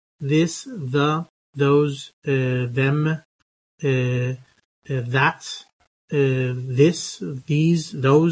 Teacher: This sound is the one that we normally use for function words, and it is a voiced version of th spelled words, such as this, the, those, them, that.